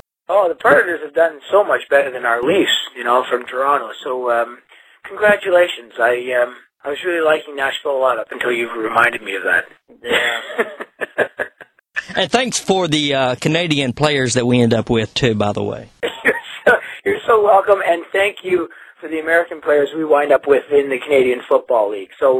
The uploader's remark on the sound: took some time from the road to call in to Concert Blast